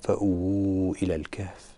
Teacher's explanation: لو وقفت على فأووا بدون أن أوصلها بما بعدها فيكون هنا عندي مدا طبيعيا ليس مدا طويلا، أما إذا أوصلتها بما بعدها فأووا إلى الكهف فسيكون عندي مد طويل